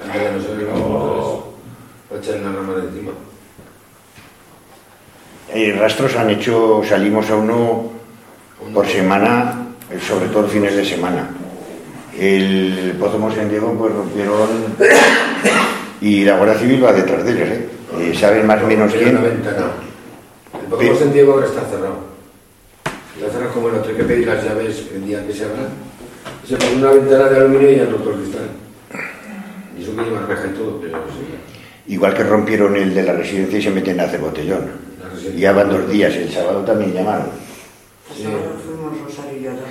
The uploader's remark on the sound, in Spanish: Audio correspondiente a la Sesión Ordinaria del Pleno del Ayuntamiento celebrada en el Salón de Actos del Ayuntamiento de Cella (Teruel).